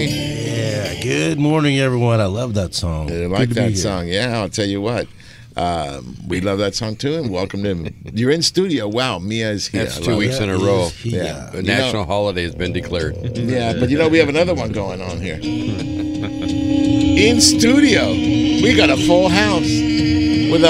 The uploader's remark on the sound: "LIVE" from Angel Stadium in Anaheim, CA